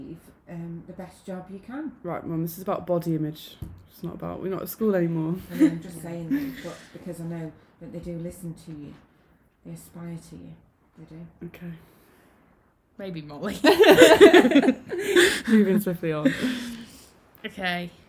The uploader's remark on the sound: we know the sound quality is questionable we will invest in another MIC